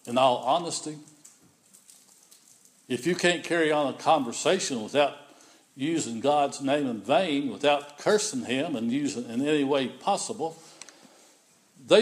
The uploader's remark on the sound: The following recording is the Sunday Sermon on Sunday, January 31, 2016 at Persia United Methodist Church in Rogersville, TN.